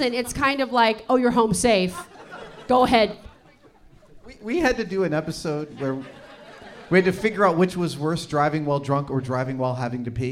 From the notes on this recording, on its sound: This episode was recorded live at San Francisco's Sketchfest!